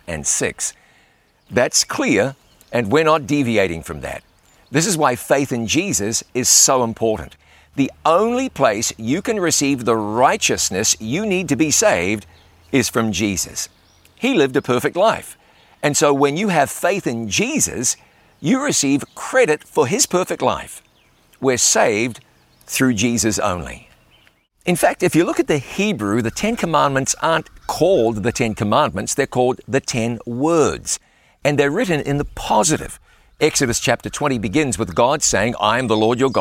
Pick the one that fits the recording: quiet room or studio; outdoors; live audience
outdoors